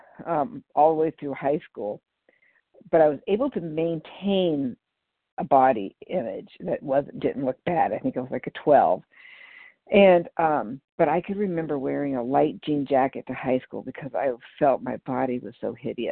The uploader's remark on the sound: 100 Pounders Phone Meeting on 12/3/20